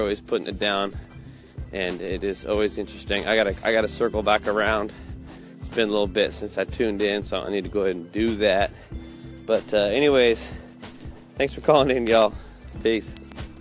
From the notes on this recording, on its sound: Live from Alaskan dog walk